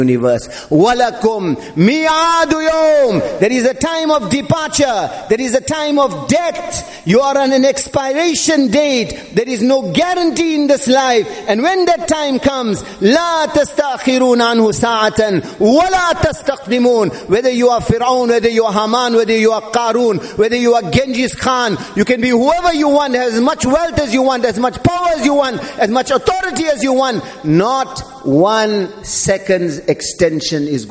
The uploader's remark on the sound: Jumuah Lecture at Masjid Al Hilal